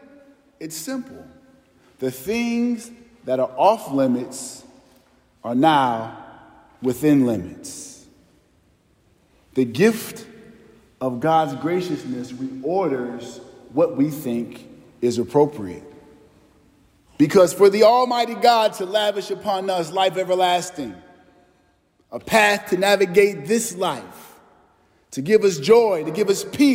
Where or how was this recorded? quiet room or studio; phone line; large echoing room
large echoing room